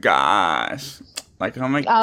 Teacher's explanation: girls nowadays are doing the vocal fry thing where it's like, gosh.